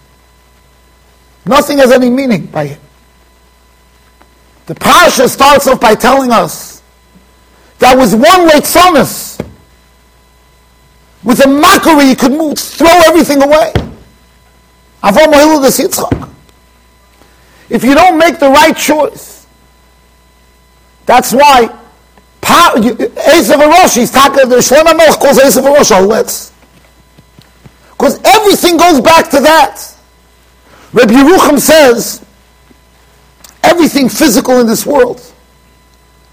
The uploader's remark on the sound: Shiur recorded in Yeshivas Ohr Reuven, Monsey NY.